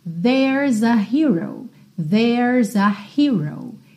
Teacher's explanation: Atenção que esse é não é pronunciado, a gente tem um apóstrofo S, que nos daria theirs, mas logo depois a gente tem a letra A, e é claro que a gente vai fazer o que a gente sempre faz em português também. Tenho uma consoante seguida de vogal, eu já junto os dois ali para que a minha frase fique mais fluida